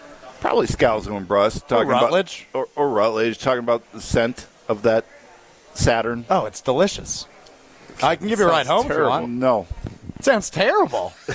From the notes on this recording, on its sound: live from The Great Dane in Fitchburg.